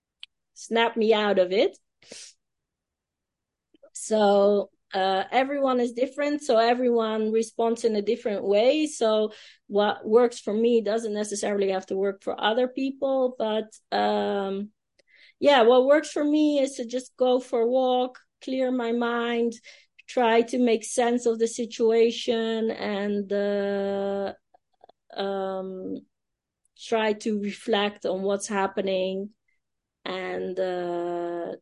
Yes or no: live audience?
no